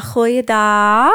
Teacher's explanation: people from Maastricht speak more sing-songy, a bit more slow